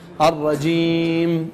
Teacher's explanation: ها الميم الرجيم، أريد بالأخير ميم بإطباق الشفتين بمقدار توسط. الرجيم، لا تقول الرجيم، لا تفتح حلقك بالأخير.